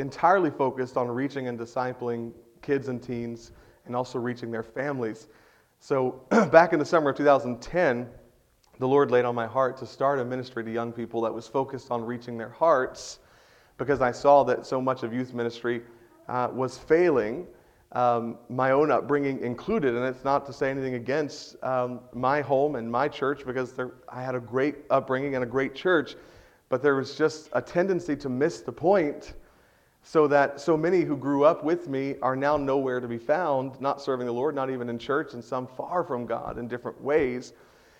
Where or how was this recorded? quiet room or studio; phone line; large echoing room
large echoing room